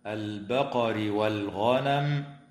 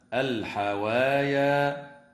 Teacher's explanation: لام التعريف في قوله تعالى: البقر والغنم، وفي كلمة الحوايا حكمها الإظهار القمري